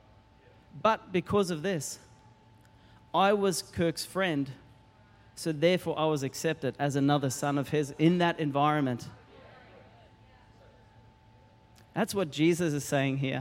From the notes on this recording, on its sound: Recorded during our 9am service on Sunday, the 12th of November 2023.